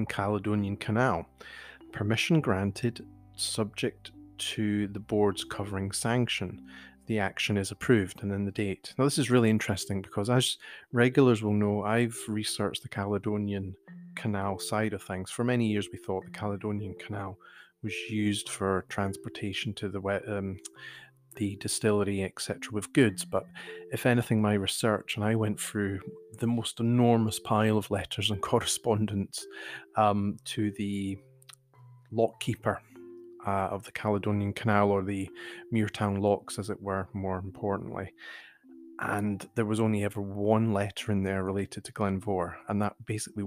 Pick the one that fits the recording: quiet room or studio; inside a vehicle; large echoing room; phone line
quiet room or studio